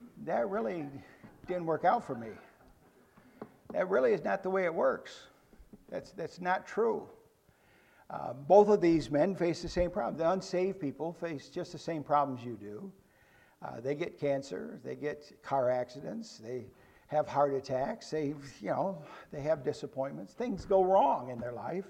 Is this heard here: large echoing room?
yes